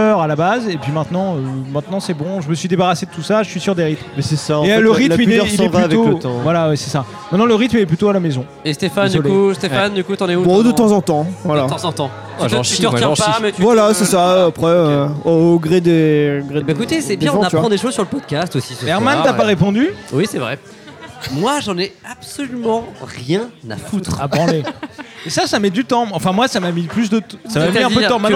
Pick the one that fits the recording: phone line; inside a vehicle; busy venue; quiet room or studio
busy venue